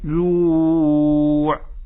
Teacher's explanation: فالعين جمعت بين جريان الرخاوة بداية وانقطاع الشدة نهاية